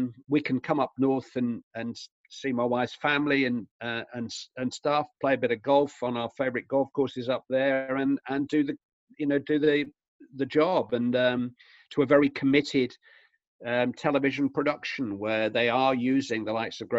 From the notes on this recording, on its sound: Logged into a zoom call this week. It was easy to feel a bit out of place on the other end of the call.